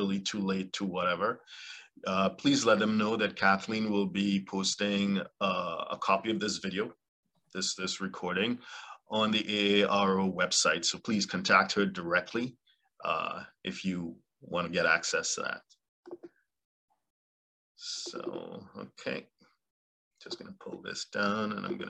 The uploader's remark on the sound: LIVESTREAM. Zoom link will be provided 24 hours in advance via an eventbrite message. For those joining us on Zoom.